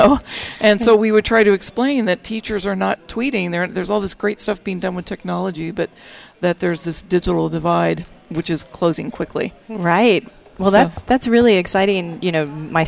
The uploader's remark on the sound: Join VoiceAmerica Live as we Broadcast from the Spring Digital Hollywood event with special guest and hosts on site in LA.